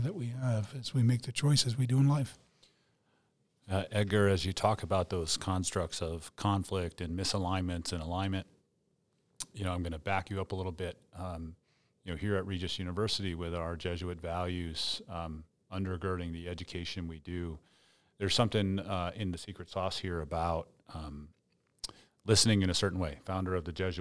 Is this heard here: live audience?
no